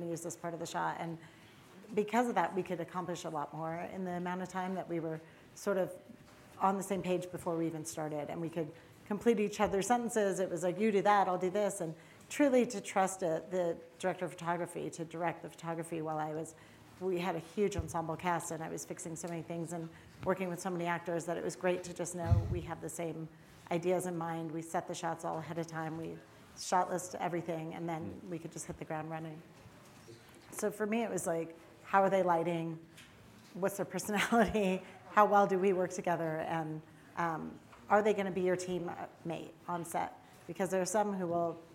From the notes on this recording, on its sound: This episode was recorded on January 27, 2019, in front of a live audience at the SundanceTV HQ on Main Street in Park City, UT during the 2019 Sundance Film Festival.